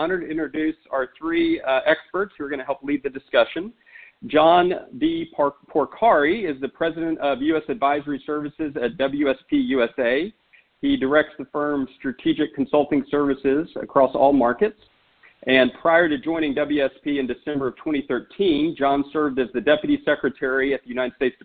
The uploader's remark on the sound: for a conference call to kick off the Solutions 2020 Infrastructure Working Group